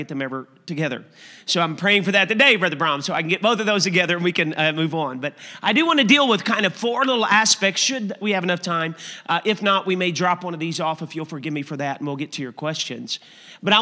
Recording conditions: large echoing room